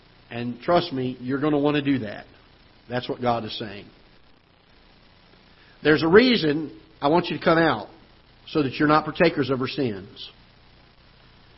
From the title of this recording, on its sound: Ketha Heights Baptist Church ~ Live Broadcast